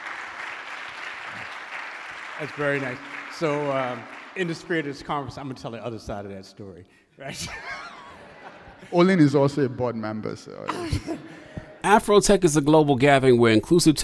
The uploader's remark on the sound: This conversation presents a fireside chat from AfroTech Executive Brooklyn 2023.